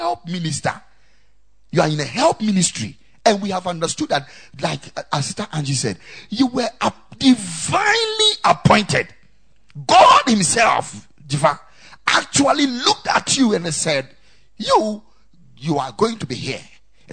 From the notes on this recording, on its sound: Preached at the Ekklesia Chapel